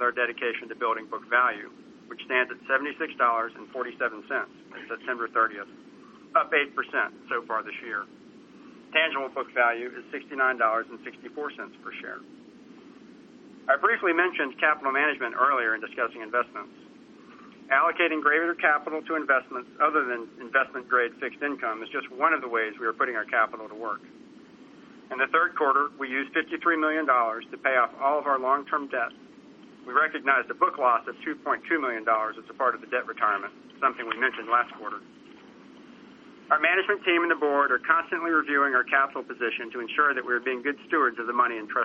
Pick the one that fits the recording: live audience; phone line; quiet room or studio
phone line